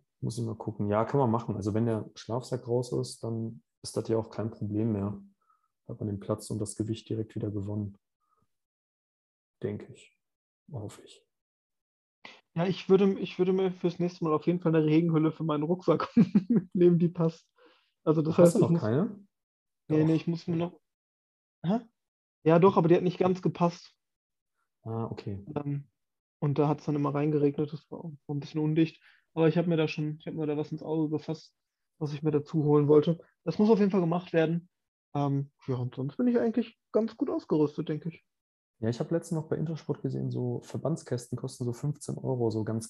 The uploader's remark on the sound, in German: Ein persönliches Treffen ist gerade arbeitsbedingt nicht möglich, sodass eine Zoomung aufgezeichnet wurde